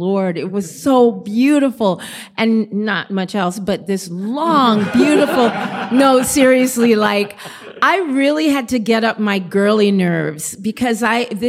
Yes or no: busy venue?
yes